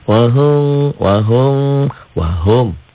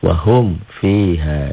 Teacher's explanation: Nah, itu syafatain ya. Suara bibirnya harus jangan ditahan. Itulah idhar syafawi. · Shown in: second take